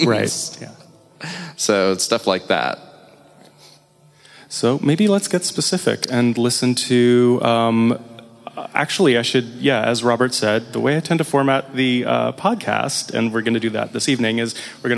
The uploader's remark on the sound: a live episode of Why We Listen at the Cooper Design Space Penthouse